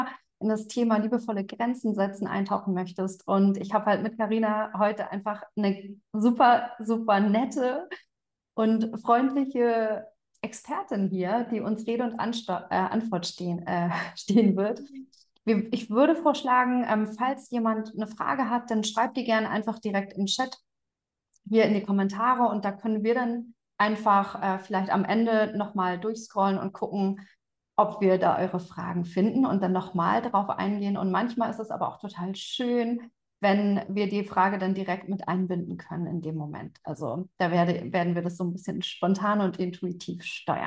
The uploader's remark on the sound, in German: Live Interview auf Instagram